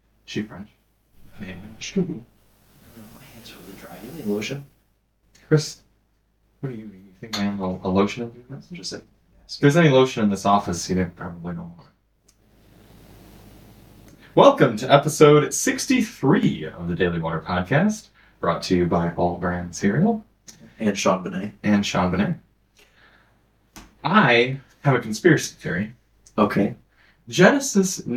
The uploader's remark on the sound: The normal podcast mics decided not to record this episode. Thankfully the backup audio came through.